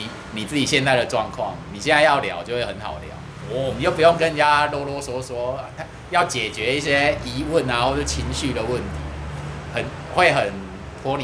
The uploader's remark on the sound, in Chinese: 錄音地點：Te en Té 山露露品茶。錄音設備：Samsung S8。